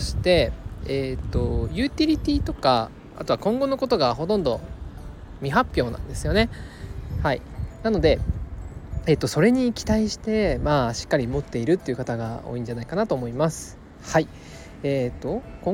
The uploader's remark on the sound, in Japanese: 外で録音しているので少し雑音が入っています。